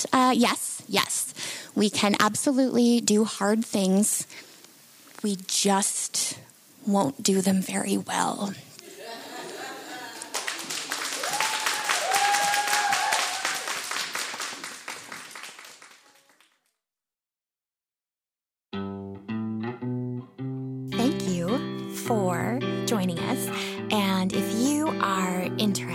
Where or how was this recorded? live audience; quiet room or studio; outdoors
live audience